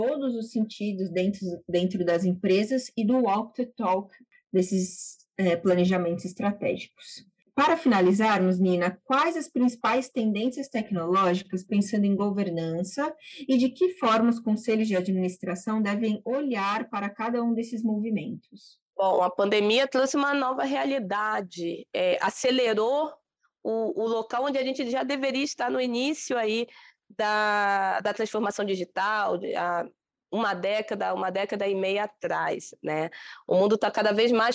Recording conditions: video call